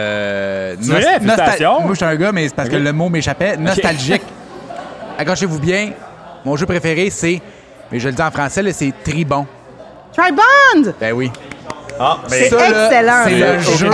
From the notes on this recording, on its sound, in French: Enregistré au bar ludique "Le Premier Joueur". Nous concluons la saison 1 avec un épisode devant publique.